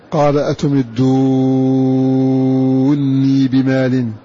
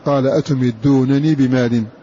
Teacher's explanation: فإذا قرأ بإضغام النون الأولى في الثانية فيصير النطق بنون واحدة مكسورة مشددة ثم يمدها مدا لازما